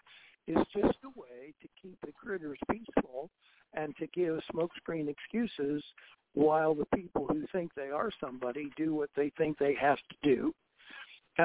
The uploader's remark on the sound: Conference Call